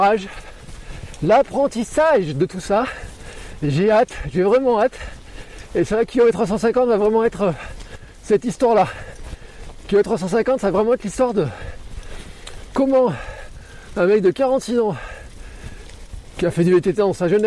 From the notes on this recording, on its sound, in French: Et surtout je vous partage les tous premiers kilomètres sur mon nouveau Gravel ! Car oui j’ai enregistré cet épisode en roulant.